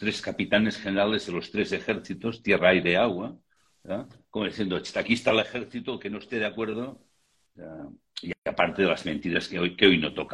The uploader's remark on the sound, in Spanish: Audio de la charla en vivo por Instagram